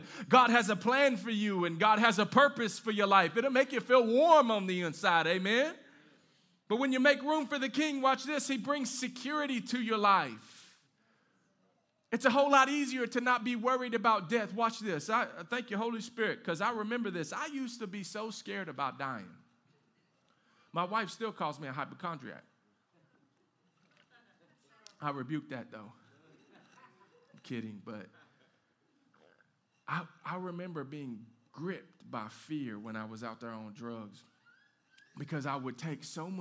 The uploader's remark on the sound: live from Canvas Community Shelbyville Churc